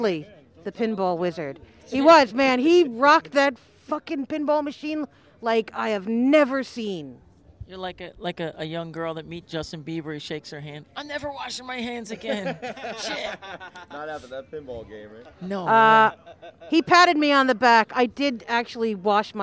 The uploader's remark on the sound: We attended an outdoor show at the Brighton Bar in Long Branch, NJ. Afterwards, we had a chat with them.